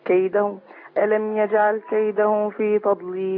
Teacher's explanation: لما تلتقي الميم الساكنة تلتقي بواو أو بفاء احذر من إخفاء